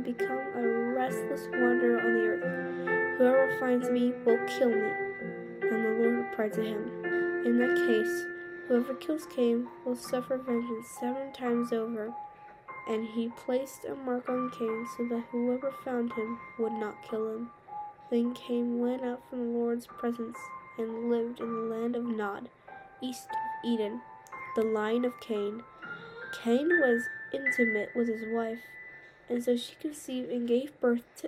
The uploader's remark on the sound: You can hear some background noises and the music is a bit loud, and sometimes when I talk I do it fast.